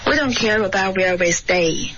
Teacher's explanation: 一般说的时候呢重在这个上下文里面呢就是重音是 we 跟 stay